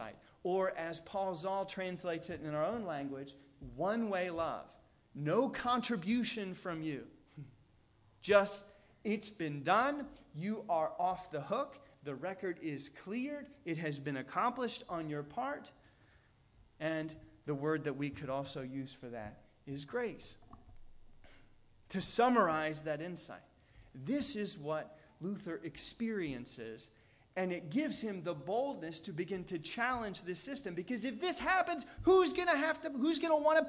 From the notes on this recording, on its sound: Delivered on October 15th, 2017 at All Souls Anglican Church in Wheaton, IL.